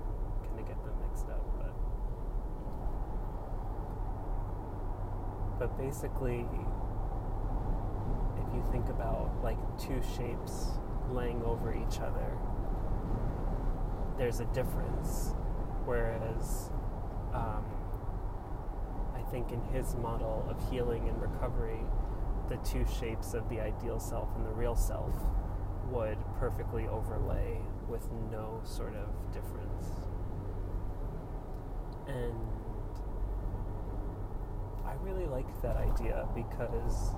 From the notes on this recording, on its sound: Recorded while driving on the New Jersey Turnpike.